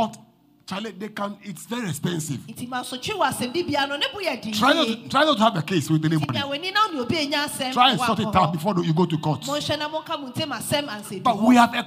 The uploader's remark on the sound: Preached at LCC Goshen